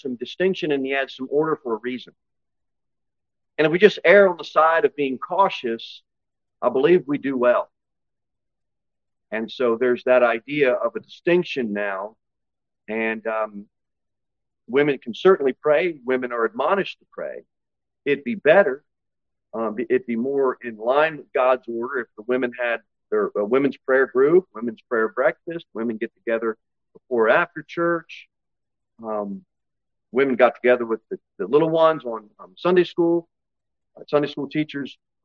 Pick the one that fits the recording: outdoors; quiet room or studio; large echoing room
large echoing room